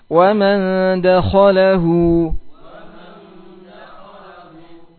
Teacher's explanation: Kha-nya tebal ya. Yang lainnya tipis semua.